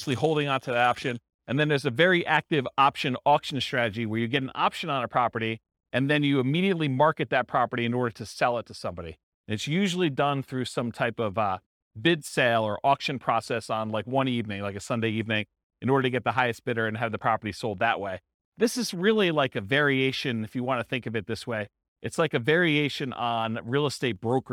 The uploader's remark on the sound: This was a live class recorded